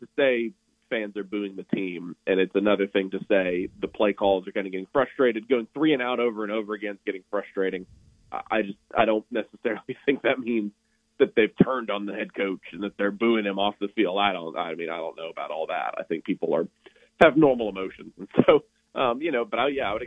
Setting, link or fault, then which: link, phone line